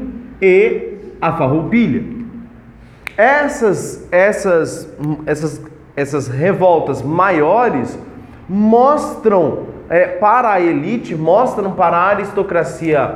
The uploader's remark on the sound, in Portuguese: Teste áudio sala de aula.